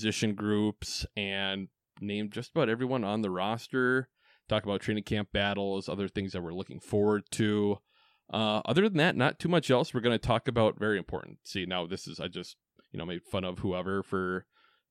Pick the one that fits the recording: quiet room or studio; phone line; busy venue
quiet room or studio